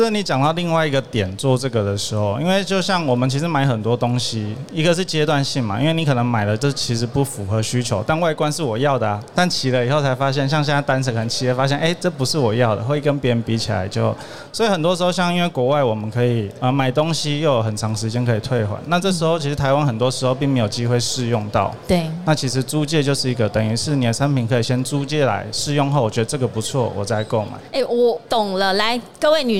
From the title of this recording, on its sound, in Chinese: 2022 Taipei Cycle台北國際自行車展-Live Podcast